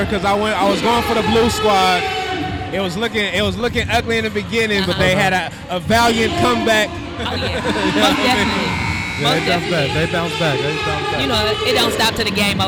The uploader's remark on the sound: we were live at the Heart Break Gang Celebrity Basketball